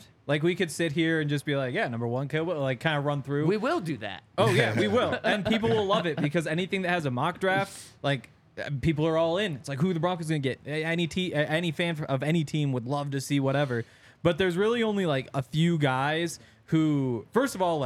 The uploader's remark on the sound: coming to you LIVE from the DNVR Bar